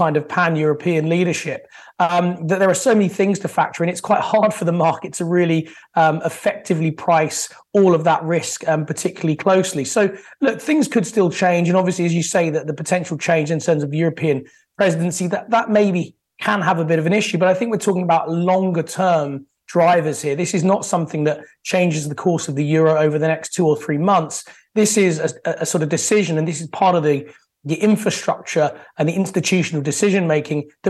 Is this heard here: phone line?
no